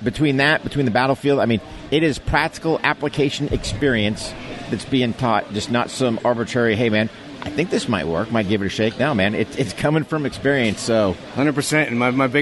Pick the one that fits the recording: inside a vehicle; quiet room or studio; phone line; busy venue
busy venue